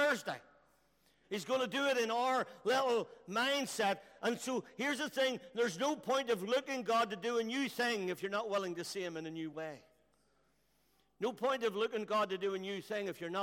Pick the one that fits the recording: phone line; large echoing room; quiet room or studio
large echoing room